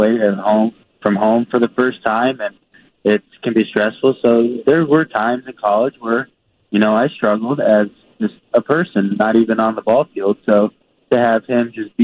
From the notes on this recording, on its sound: takes your phone calls